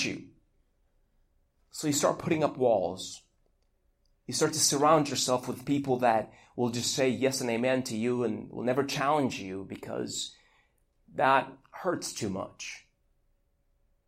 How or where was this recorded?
large echoing room